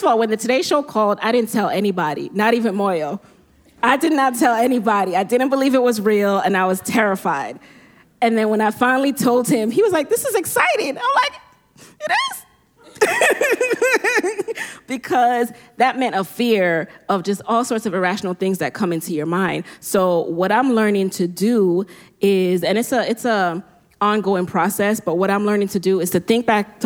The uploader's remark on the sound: LIVE PODCAST!